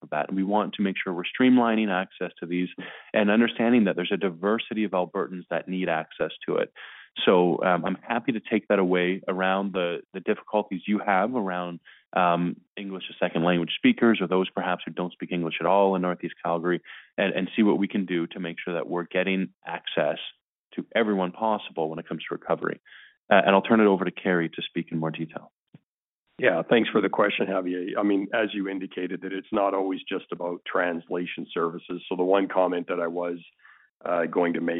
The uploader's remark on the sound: Refocusing Health Care in Alberta Telephone Town Hall. Health care professionals participated in a telephone town hall.